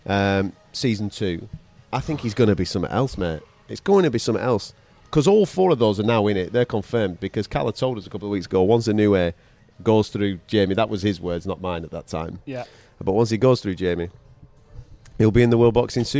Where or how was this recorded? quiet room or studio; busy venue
busy venue